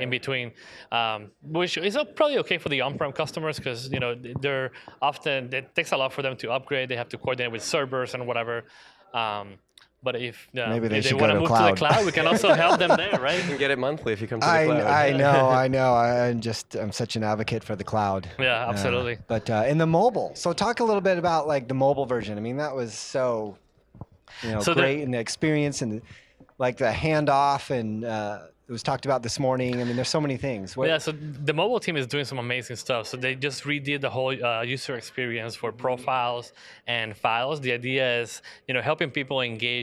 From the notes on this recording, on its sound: live interviews from IBM ConnectED